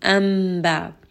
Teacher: So this is iqlab. We are not going to say that noon. Instead, we will say the sound of the meme.